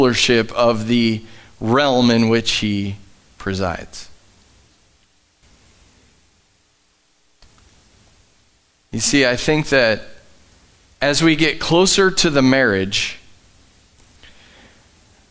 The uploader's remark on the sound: Live from The Summit Church in Dover, OH